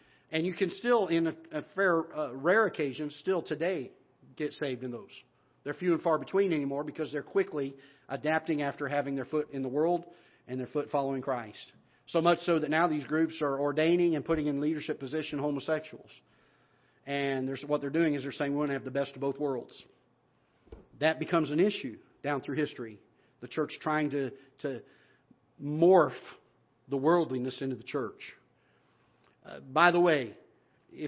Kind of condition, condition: setting, large echoing room